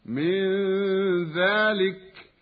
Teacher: نون ساكنة بعدها ذال، إخفاء حقيقي